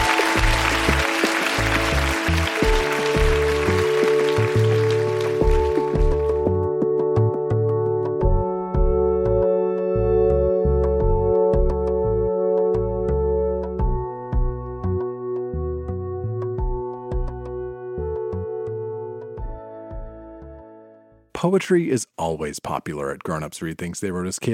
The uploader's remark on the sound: Recorded live at the Royal Cinema in Toronto.